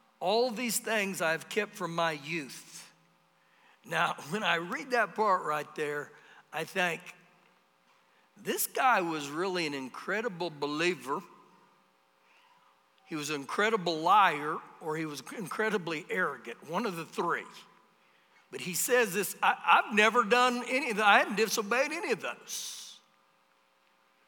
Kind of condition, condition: setting, large echoing room